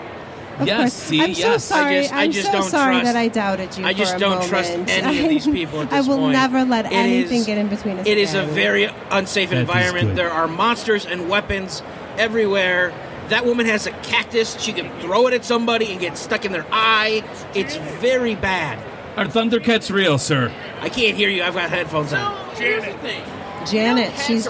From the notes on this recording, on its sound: Live From C2E2. Our annual pilgrimage to C2E2 in Chicago led to some surprising moments. Live from the floor at Podcast Central.